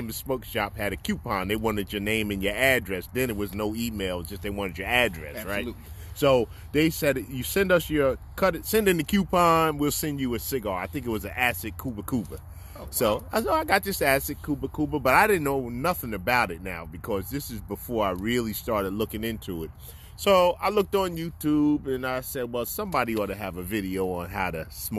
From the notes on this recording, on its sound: We sit outside. By the fire with our sticks and a glass of well you know.